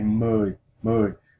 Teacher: You say, mui, mui. It's a falling tone, and the U-O in this word is a common Vietnamese diphthong.